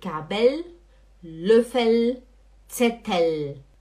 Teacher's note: o L, ele não faz som de U, ele faz som de L. · Term: L correto